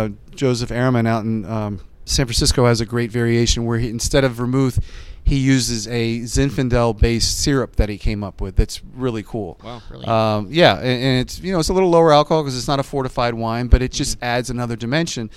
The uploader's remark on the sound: Coming to you (not even remotely) live from the San Antonio Cocktail Conference.